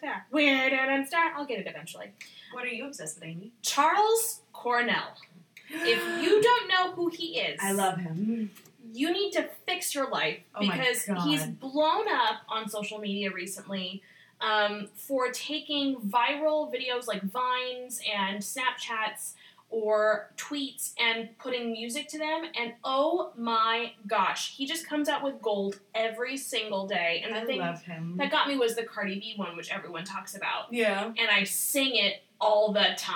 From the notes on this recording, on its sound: Apologies for the sound quality. We had to adjust to a new but temporary recording space. Enjoy the sounds of us in a fish tank.